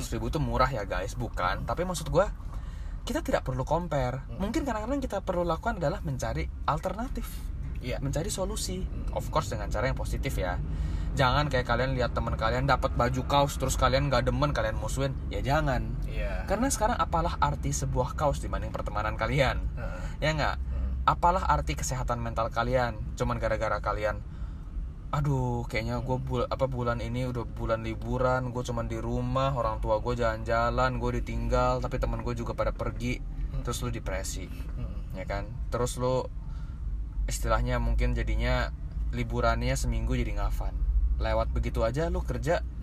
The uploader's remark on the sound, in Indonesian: Mohon maaf jika banyak suara - suara mengganggu dari luar, dikarenakan podcaster bosan rekaman indoor terus